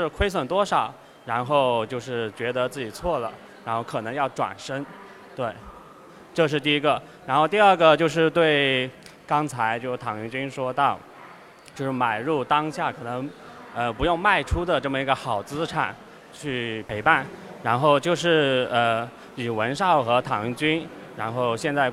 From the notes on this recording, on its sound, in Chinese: 本期节目是我在雪球嘉年华现场的对谈录音。嘉年华是他们每年底都会办的一个线下大型交流活动。